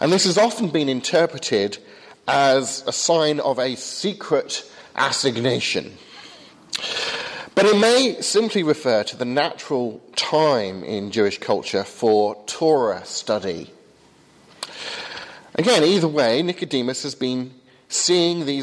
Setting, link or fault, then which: setting, large echoing room